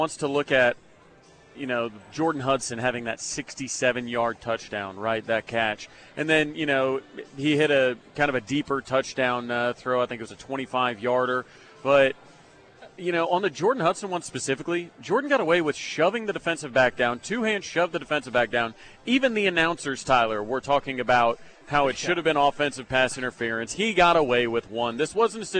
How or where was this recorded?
outdoors